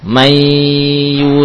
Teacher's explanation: Pertanyaannya, huruf nun hilang atau tidak? Naam, hilang apanya? Zatnya. Tapi sifatnya masih tersisa sedikit, yaitu sifat gunnah.